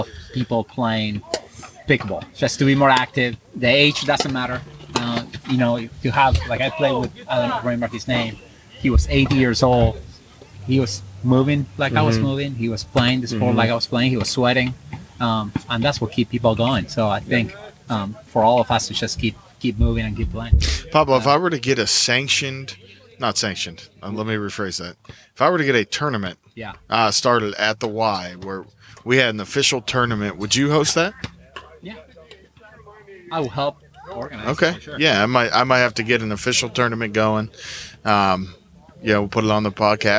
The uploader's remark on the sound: We are live at Eljer park. With live on air commentary.